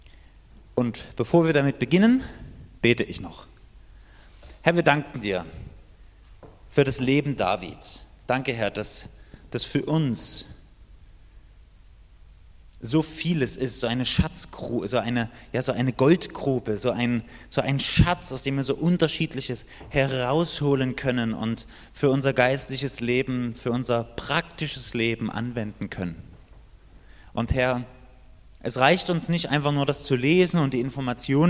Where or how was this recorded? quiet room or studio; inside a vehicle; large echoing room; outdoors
large echoing room